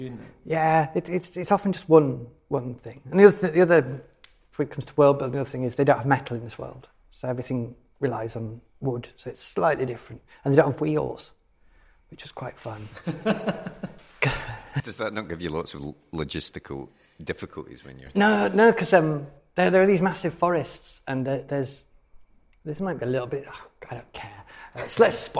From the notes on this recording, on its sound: This episode was recorded live at Cymera Festival in Edinburgh.